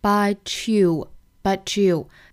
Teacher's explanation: 这个 but 尾音的 t 和 you 首音的这个辅音 e 放在一起呢，同化成一个 ch 的发音 · Term: 连读同化